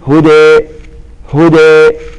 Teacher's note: التقليل، لا هي فتح ولا هي إمالة، فنقول هدي هدي.